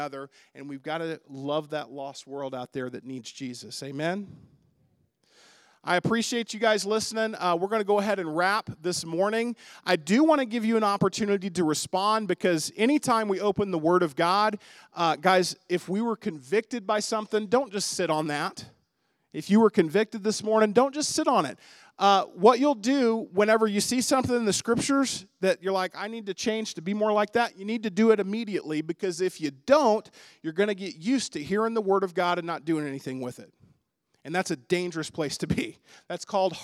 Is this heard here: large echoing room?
yes